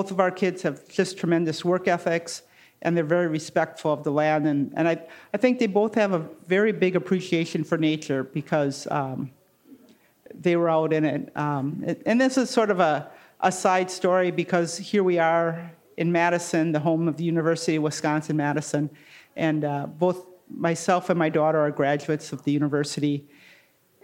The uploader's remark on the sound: Recorded live in the Podcast Lounge at the Art of Cheese Festival in Madison, Wisconsin.